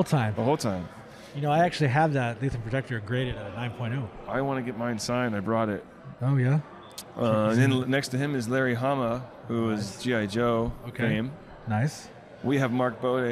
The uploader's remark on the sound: Live” at East Bay Comic Con. Come to you "live" once again from another great convention!